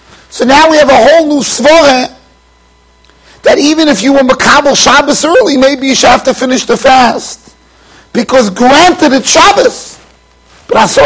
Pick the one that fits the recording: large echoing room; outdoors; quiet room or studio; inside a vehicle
large echoing room